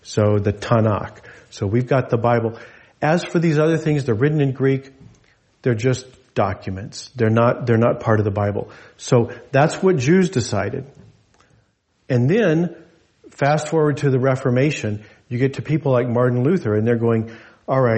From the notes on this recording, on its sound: This message was delivered in gathered worship on Sunday, July 30, 2023 at Jewel Lake Parish in Anchorage, Alaska.